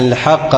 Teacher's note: الالف هنا هتمد مد لازم، والحاء اللي قبلها مرققه